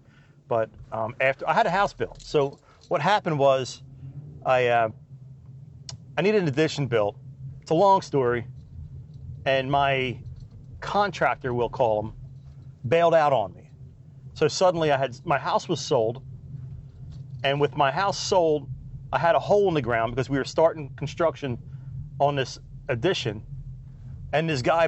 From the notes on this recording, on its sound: We hop in the truck and take a ride to the woods